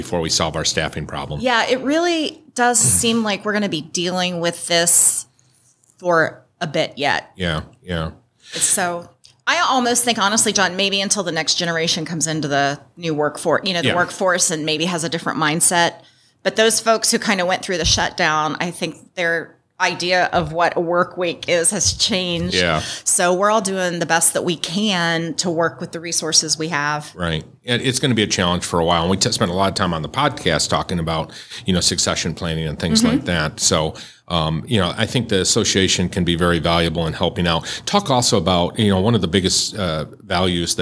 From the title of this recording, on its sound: Live from the Ohio State Association Meeting